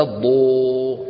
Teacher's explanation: فخرج معك صوت مخلوط من الألف بالواو